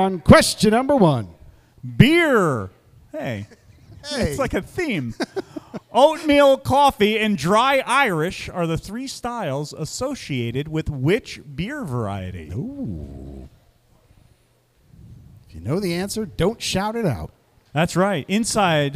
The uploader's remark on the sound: Live from the Glenbrook, it's a bonus game all about beer and Glenbrook Brewery to celebrate one year in their new location at 95 Morris St in Morristown, NJ!